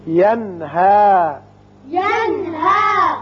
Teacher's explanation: نون ساکن کے بعد ہا ہے جو کہ حروف حلقی میں سے ہے، لہذا یہاں اظہار حلقی ہوگا